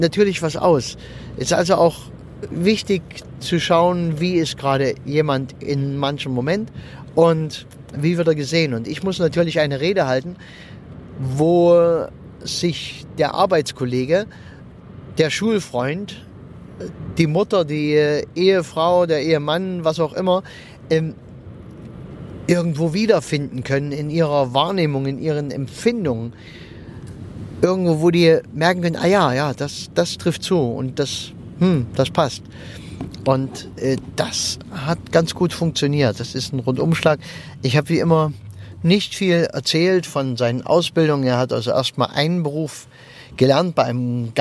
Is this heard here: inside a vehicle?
yes